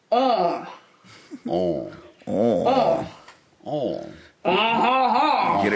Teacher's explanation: You get it up in your nose.